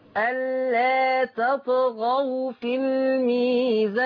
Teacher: لا تزد من زمن المد. ألا تمد بمقدار حركتين فقط مد طبيعي